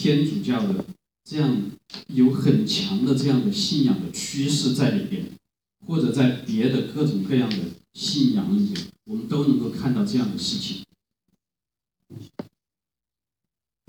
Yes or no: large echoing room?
yes